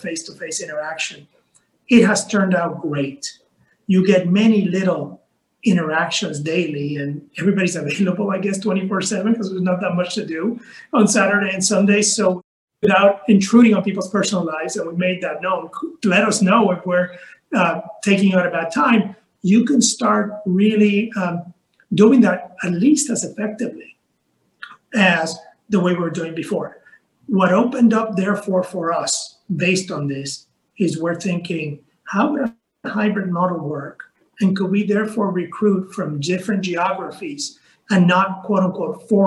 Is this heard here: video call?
yes